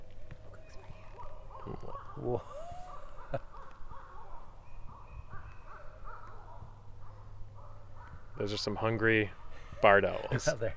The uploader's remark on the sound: The guys wrap up their behind-the-scenes tour of the Cornell University Insect Collection. Takes them out into the woods for some nighttime mothing! This episode was recorded on July 2-3, 2022 at the Cornell University Insect Collection in Comstock Hall at Cornell University and at Steege Hill Nature Preserve in Corning, NY.